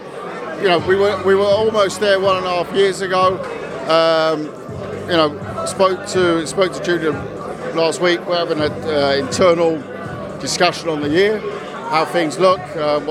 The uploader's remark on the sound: at the Misfits press conference in Leeds